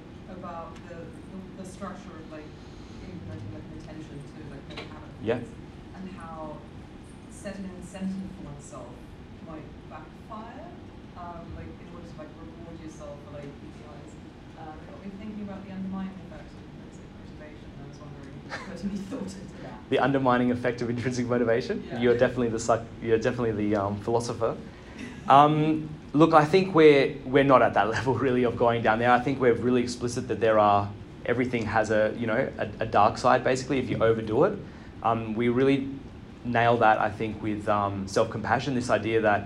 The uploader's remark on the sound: LIVE from IPPA World Congress 2023. Coming to you LIVE from Vancouver BC.